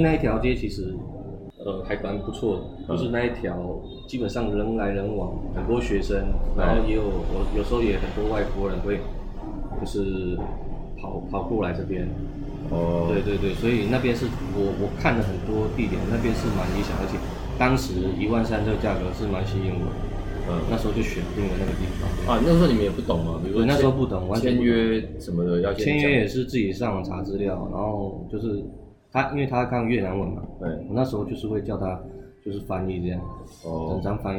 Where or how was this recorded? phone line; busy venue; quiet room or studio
busy venue